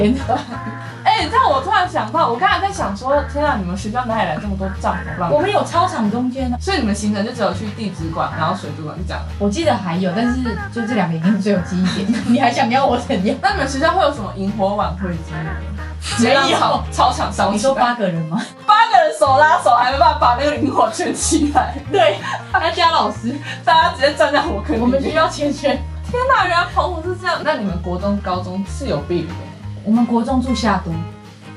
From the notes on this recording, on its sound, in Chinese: 本集收音有點小小的狀況，所以墊了音樂，但是有意外的聽覺效果。